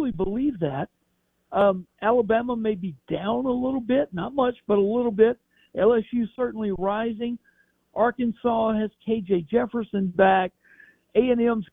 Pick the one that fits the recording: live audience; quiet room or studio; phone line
phone line